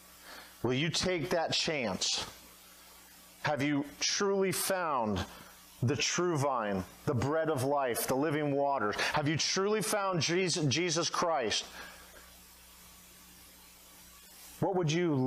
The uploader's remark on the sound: at Redeemer Baptist Church at Romeo in Dunnellon, Florida